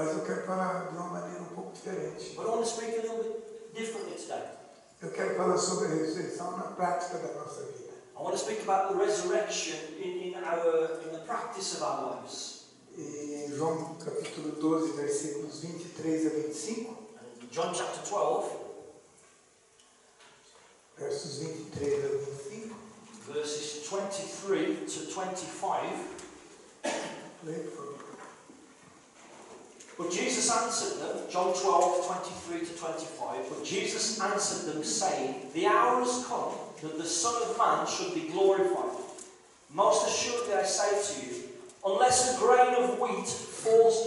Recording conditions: poor sound quality